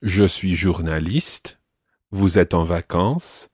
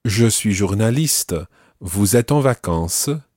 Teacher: this is typical of certain parts of France where you almost pronounce the silent endings on words · Shown in: second take